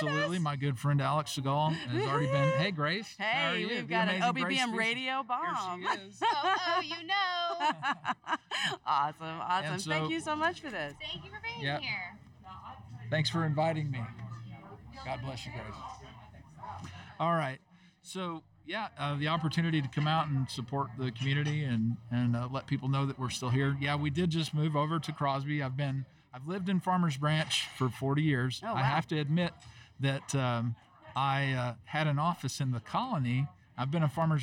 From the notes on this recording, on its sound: at the Farmers Branch Chamber of Commerce 30th Annual Golf Tournament held at the Brookhaven Country Club May 27, 2020.